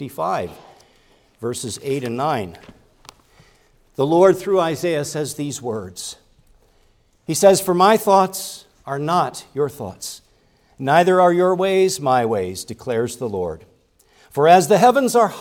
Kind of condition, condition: setting, large echoing room